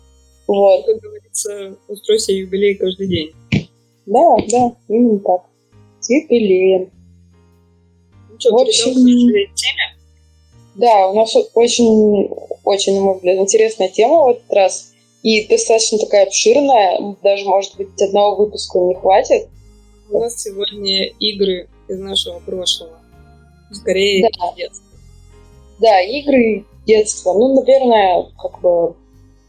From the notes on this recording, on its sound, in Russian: По ошибке записалась на микрофон ноутбука, поэтому звук получился как обычно. Мы очень стараемся и обещаем улучшить качество звука!